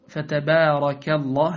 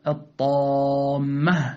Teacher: الألف بعد الباء نرققه لأنه بعد مرقق، وإذا كانت الألف بعد مفخم مثلا الطامة نفخمها